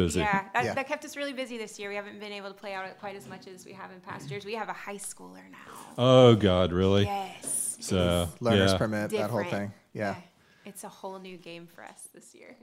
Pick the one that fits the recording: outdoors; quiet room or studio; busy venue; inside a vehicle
busy venue